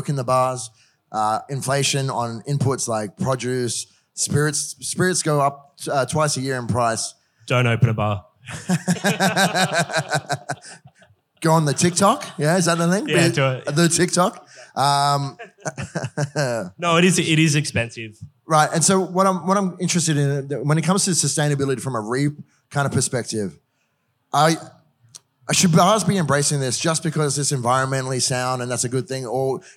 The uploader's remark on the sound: This episode is a recording of an interesting one on one chat I had up in Brisbane last month for Paramount Liquor’s Future Proof event